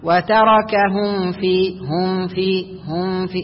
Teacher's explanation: فهو الآن لم ينطق بالميم من مخرجها، لم ينطق بالميم الصحيحة من الشفتين، وإنما أخفاها · Term: إخفاء الميم